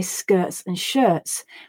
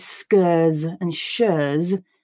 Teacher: replacing the T with a stop in my throat instead · Shown in: first take · So you don't hear nothing.